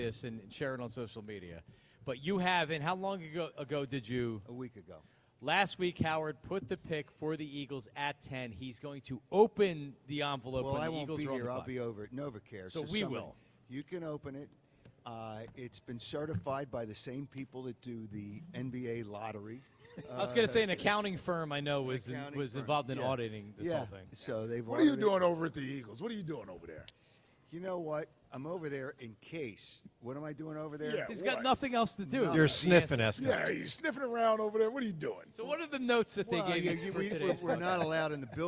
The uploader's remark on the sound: broadcast live from the Linc.